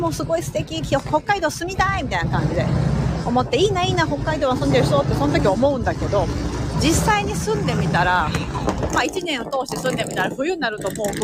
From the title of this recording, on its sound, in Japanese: NYマンハッタンを歩きながら